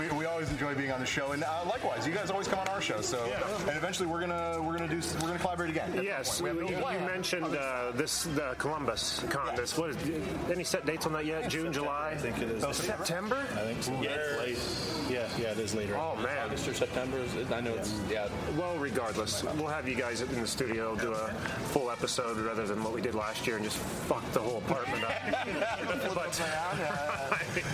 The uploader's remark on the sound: Wizard World Cleveland 2017! We record this week’s episode in its entirety at the convention as we enjoy and cover the event.